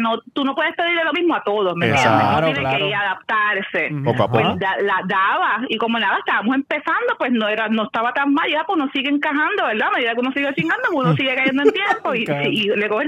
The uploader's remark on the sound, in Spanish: Una de ellas se atrevió a llamarnos en VIVO.